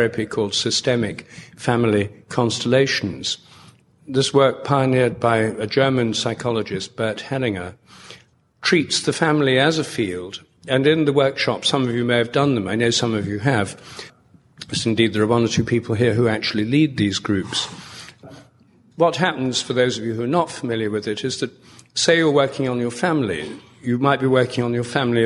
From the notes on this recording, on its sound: An excerpt from a talk at the 2012 IONS Conference in San Francisco.